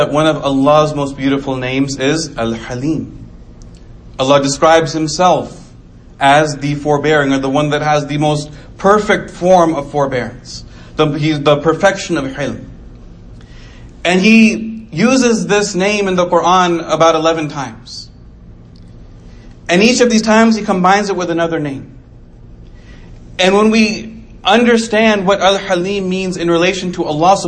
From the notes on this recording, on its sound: Delivered 8/23/2019 Islamic Center of Coppell